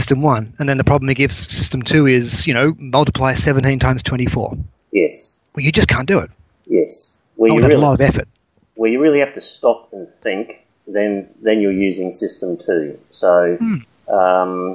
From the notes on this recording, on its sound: Sorry about the audio quality.